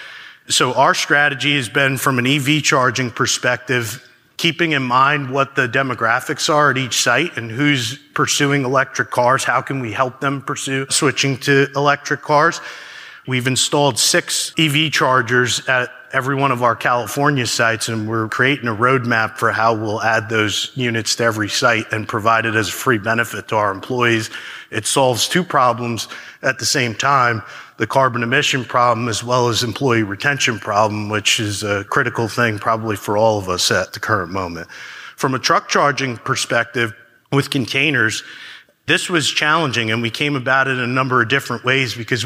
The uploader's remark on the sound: a keynote from Smart Energy Decisions’ recent Net-Zero forum